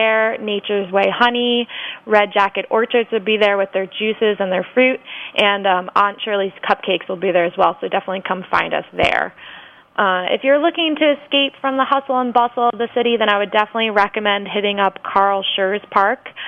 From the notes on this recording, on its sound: via the phone lines